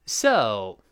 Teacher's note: So，这个词一般在这儿读成降调